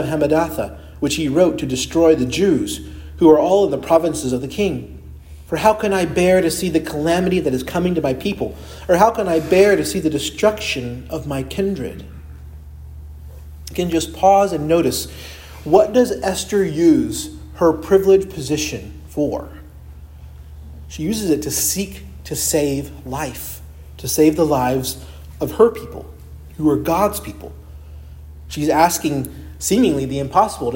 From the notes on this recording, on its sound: preached at Christ Our Savior Baptist Church on Sunday, October 29, 2023